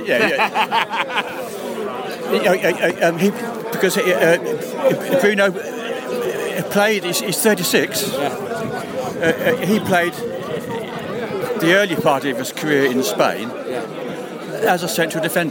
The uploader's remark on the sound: Post-match podcast from the pub. Plenty of comparisons to Crystal Palace chanting from the away end.